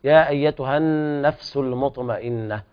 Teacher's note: النون في النفس حرف أغن مشدد، طبعا غنة كاملة، والفاء تهمس. يا أيتها النفس المطمئنة، وبيان القلقلة في الطاء والوقف على الهاء بالهمس، وكذلك بيان الهاء عند الوقف عليها.